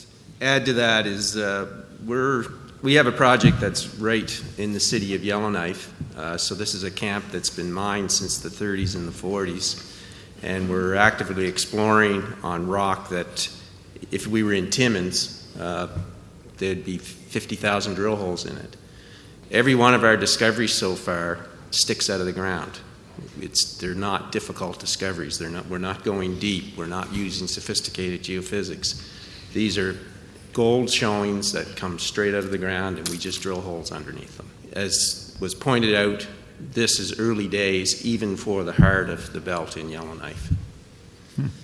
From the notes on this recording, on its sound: Featured is a NWT panel session held at the Canadian Mining Symposium in London in April 2018.